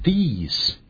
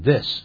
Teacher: 这些念成 these，别念成 this，要不然分不清楚了，发 e 的音 · Shown in: first take